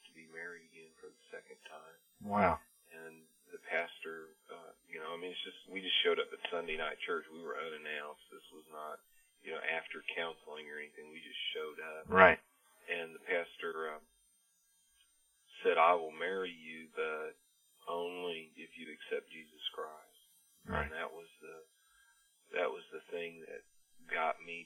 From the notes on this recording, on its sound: on the phone